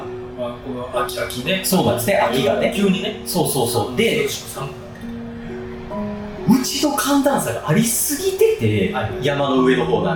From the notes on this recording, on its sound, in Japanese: 録音環境が騒がしく編集・調整しておりますが、少し聞きずらい所がございます。